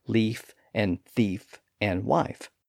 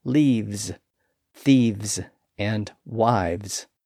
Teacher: that F sound switches to a V sound when those words are made plural